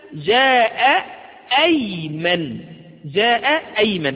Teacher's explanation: جاءت همزة ايمن في وسط الكلام فظهرت ايضا ونطقتها · Term: همزة قطع